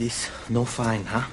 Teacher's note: It's a little marred by some West Indian intonation.